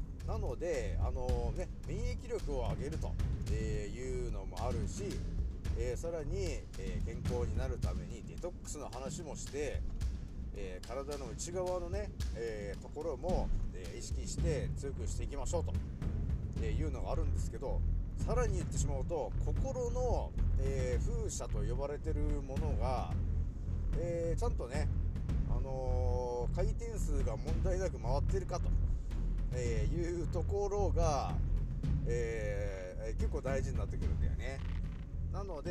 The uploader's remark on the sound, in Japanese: 少し音声が小さくなってしまいました。すまん。